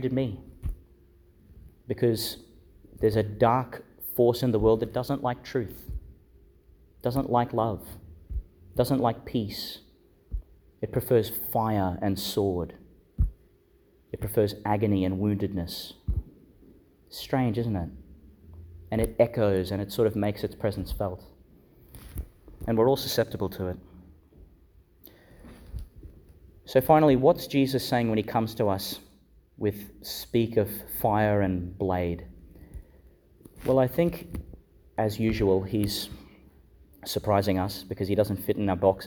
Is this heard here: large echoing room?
yes